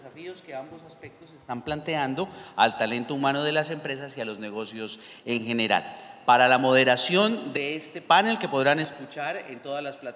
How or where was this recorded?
live audience